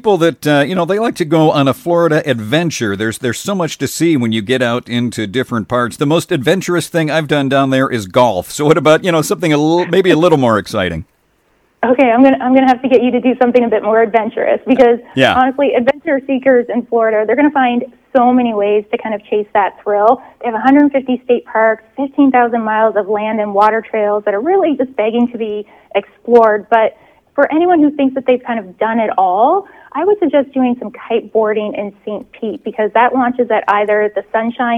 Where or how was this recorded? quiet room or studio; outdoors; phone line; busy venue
phone line